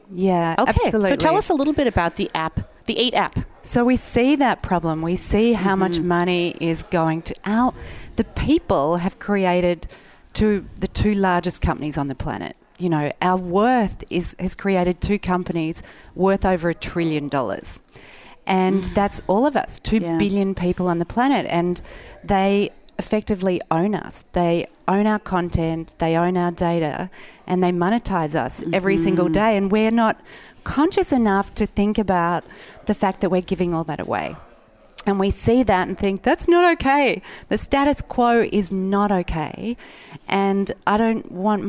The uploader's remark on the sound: Broadcast day 2 Live form the Largest Women's conference in the USA!